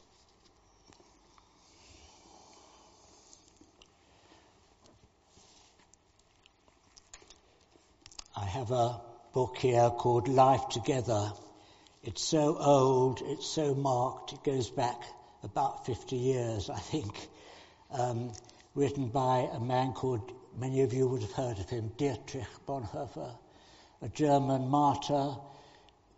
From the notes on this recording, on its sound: All Saints Morning Worship. Recorded at the 10:00 service on Sunday 12th March 2023.